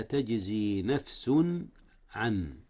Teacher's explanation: إظهار التنوين قبل العين، والعين من أحرف الحلق